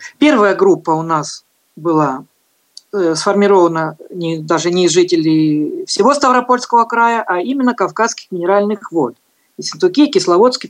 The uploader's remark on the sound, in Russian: Запись прямой трансляции вебинара. Вебинар организован Нижегородским областным центром реабилитации инвалидов по зрению «Камерата».